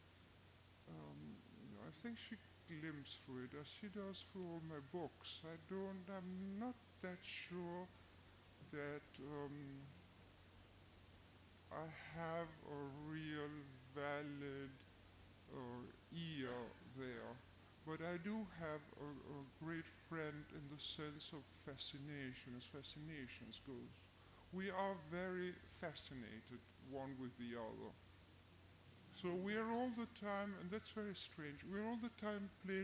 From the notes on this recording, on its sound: There are some problems with the audio near the end of the event.